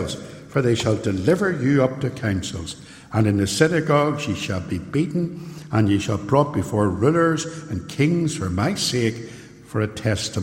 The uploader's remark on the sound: This sermon was recorded live at Templepatrick Reformed Church and is reproduced here with their permission.